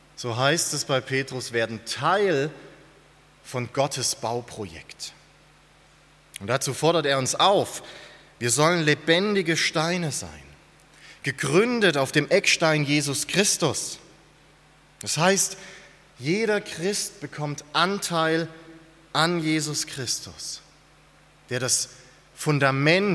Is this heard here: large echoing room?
yes